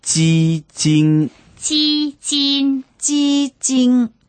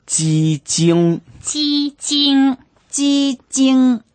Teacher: 这是就前后鼻音之分了